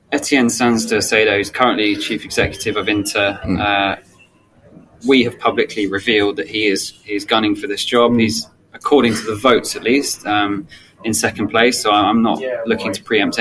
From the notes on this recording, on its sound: The team joins you live from the Managing IP Intellectual Property & Innovation Summit in London. We recorded from the IP & Innovation Summit held in London.